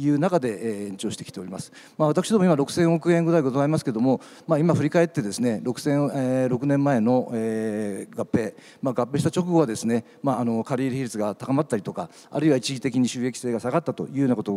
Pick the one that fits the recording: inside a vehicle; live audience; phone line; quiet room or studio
live audience